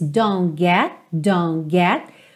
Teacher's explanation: Percebe que os T's de don't e get ficam inaudíveis.